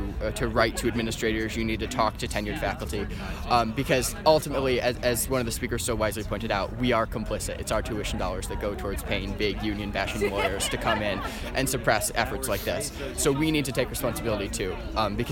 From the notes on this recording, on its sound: Attends the student group rally “Students for NU NTE Faculty Justice" and talks to attendees.